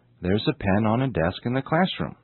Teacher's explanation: Did you notice how all the sounds, especially articles, are linked together?